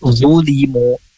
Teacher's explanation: Zulimu zu mirip dengan huruf za ya. Cuman dia tengah lidahnya itu terangkat. Dia punya sifat itbaq. Yang baik zulimu lebih tebal suaranya.